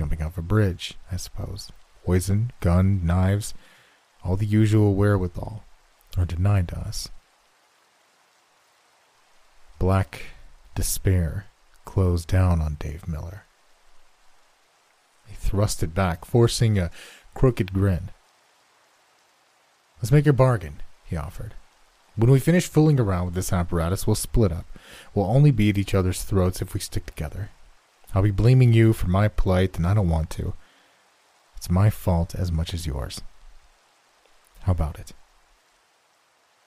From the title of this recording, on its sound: Rain & Thiunder Sounds